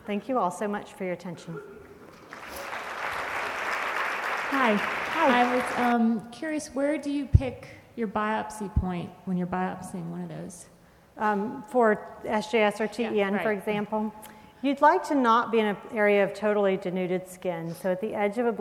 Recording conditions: busy venue